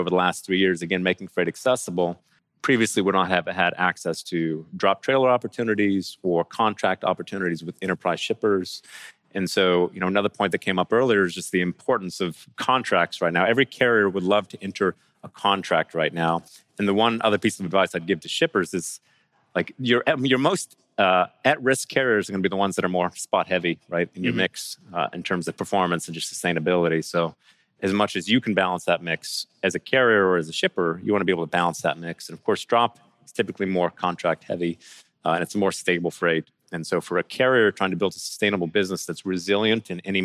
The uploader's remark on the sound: in this fireside chat on day 2 of the Future of Supply Chain Conference in Northwest Arkansas